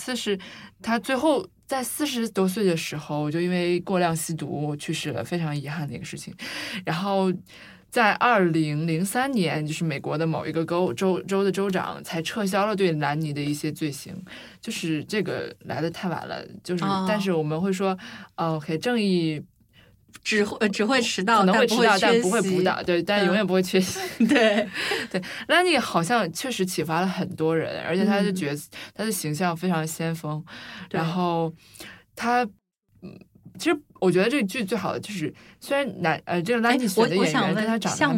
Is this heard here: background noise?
no